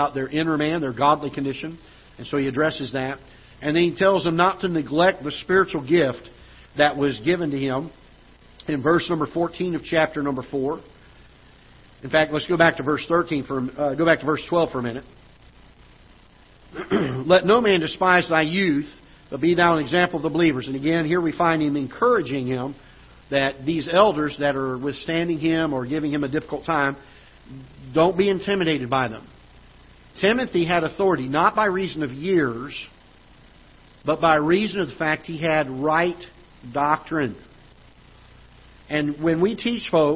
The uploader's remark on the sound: Ketha Heights Baptist Church ~ Live Broadcast